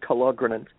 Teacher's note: I put the accent on the second syllable, Kalogrenant.